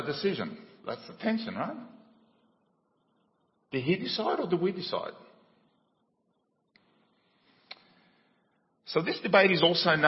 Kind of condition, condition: setting, large echoing room